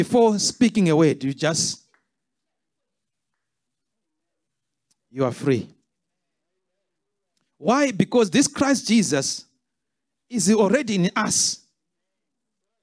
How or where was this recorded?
live audience